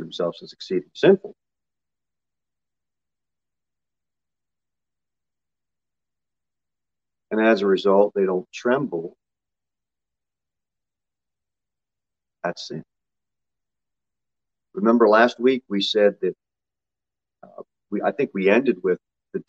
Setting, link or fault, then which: setting, large echoing room